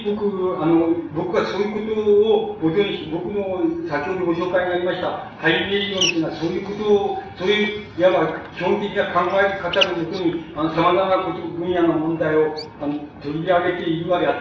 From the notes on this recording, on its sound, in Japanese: 主催：群馬県庁労働組合 場所：群馬会館ホール。録音者の手元のノイズが 入っており 音質はあまりよくない。